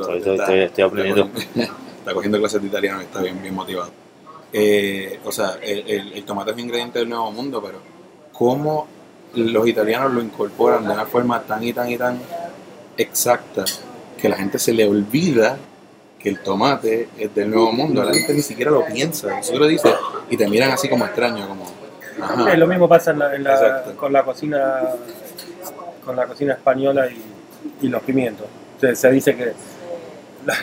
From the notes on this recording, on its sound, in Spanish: entrevista que hiciéramos en vivo en Nonna